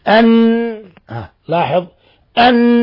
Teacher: يعطى غنة مقدار 2 حركات ومخرجها من الخيشوم، بحيث لو ضغط على وقت الغنة على هذا المكان يقطع النفس. · Term: حرف غنة مشدد